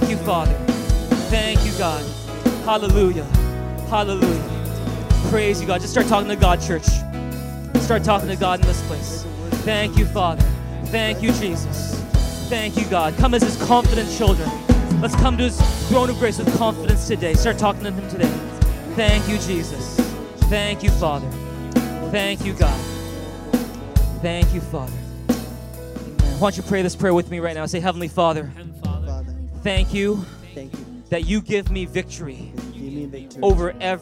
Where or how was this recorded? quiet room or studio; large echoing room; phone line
large echoing room